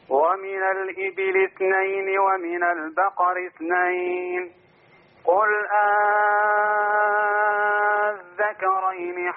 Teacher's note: مد الإبل ست حركات، زود المد شوية يعني عد كده ستة. · Term: الإبدال